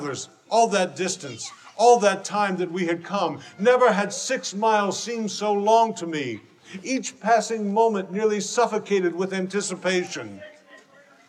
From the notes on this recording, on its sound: A powerful live drama presentation from Christmas Town at the Creation Museum.